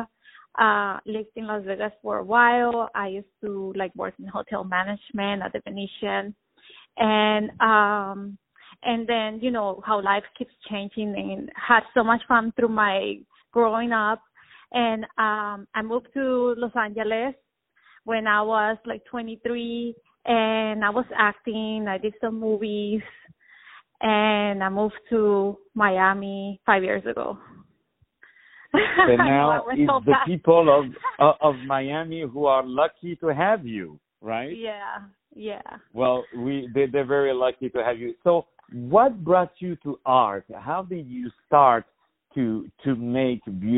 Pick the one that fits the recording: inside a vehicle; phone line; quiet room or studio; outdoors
phone line